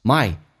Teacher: My 双元音近似于发单元音